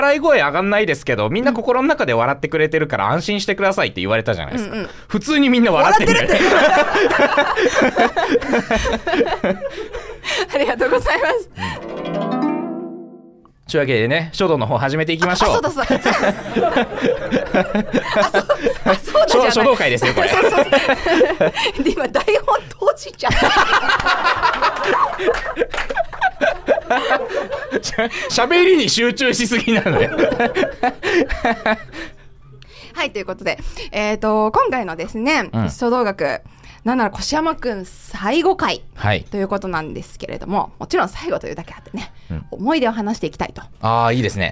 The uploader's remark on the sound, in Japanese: 公開収録。視聴者の方と一緒にこれまでのゆる書道学ラジオを振りかえります。